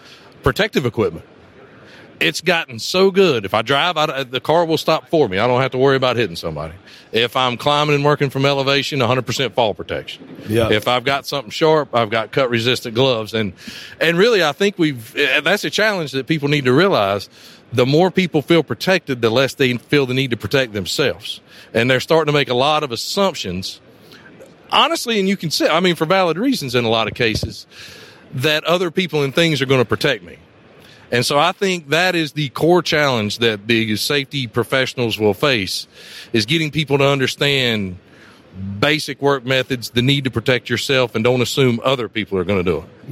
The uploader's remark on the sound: we are at the #Trees & #Utilities #2023 Conference